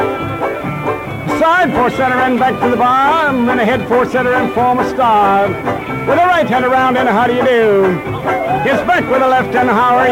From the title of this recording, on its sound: Live Dance Recording of Santa Monica Jubilee (1950)